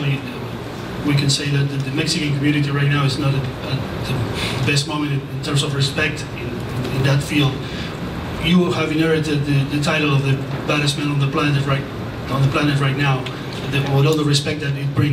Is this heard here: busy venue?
yes